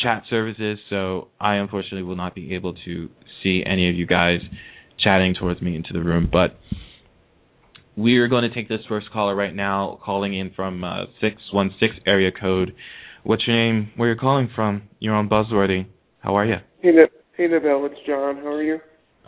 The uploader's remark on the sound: we open the phone lines to the fans